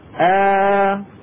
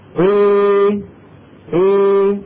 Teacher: ما هي ألف صافية، وإنما صوتها نحي به نحو صوت الياء · Shown in: second take · Term: الألف الممالة